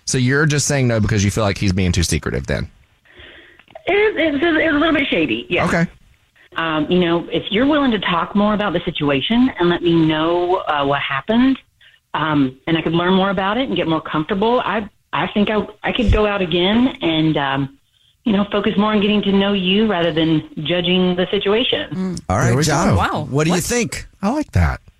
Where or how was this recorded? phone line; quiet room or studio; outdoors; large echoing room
phone line